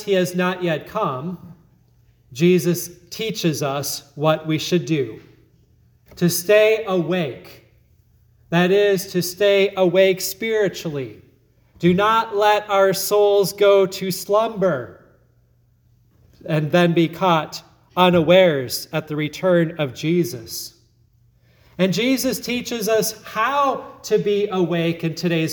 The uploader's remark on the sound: Sermon at Grace Lutheran Church, Lexington, MO.